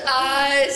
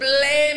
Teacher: the syllables, get drawn out, like the way you say eyes, blame, even teeth